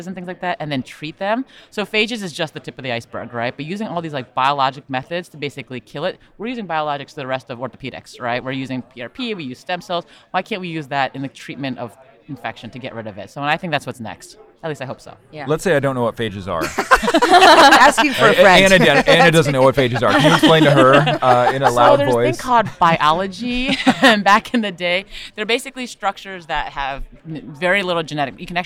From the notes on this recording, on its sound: Recorded at the 2021 AAHKS Annual Meeting in Dallas, Texas